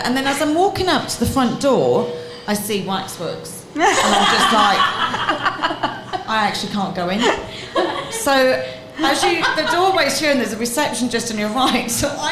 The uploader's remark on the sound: Our first live podcast held at Brown Thomas Cork.